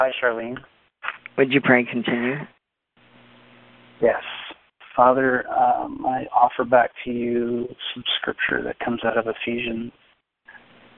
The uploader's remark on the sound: CONFERENCE CALL